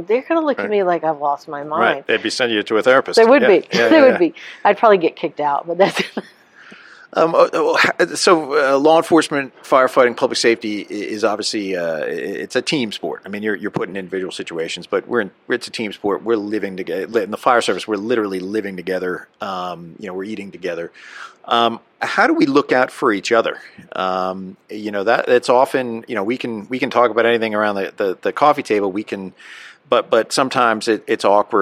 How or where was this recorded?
busy venue